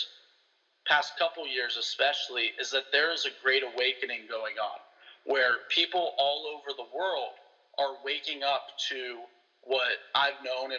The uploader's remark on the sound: on the phone